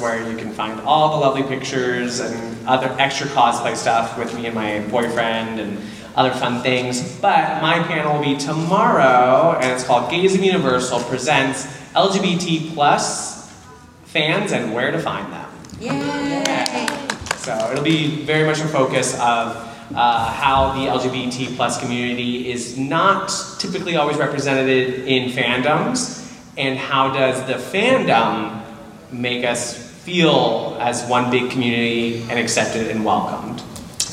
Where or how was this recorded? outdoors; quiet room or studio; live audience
live audience